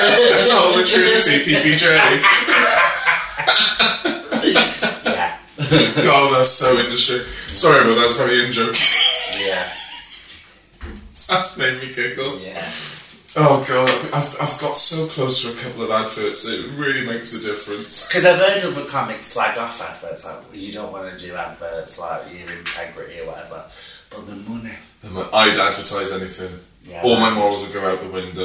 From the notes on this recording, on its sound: Apologies for the bad audio quality!!!